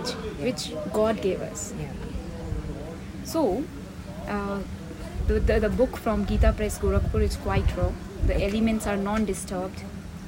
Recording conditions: sounds in the background